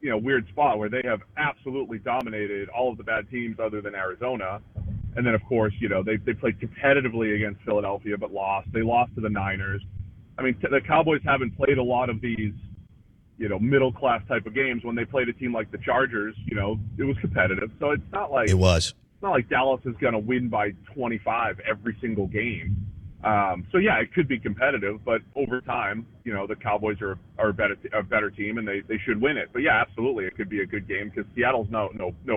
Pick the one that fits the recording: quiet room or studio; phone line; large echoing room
phone line